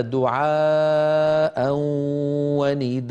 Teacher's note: هنا دعاء مد متصل، نداء مد متصل، لا بد أن يكونا بنفس الطول